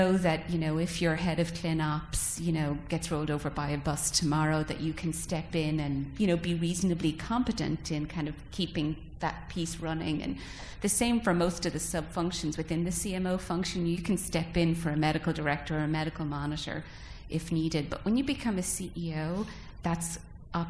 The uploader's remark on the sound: First recorded at the 7th annual Chief Medical Officer Summit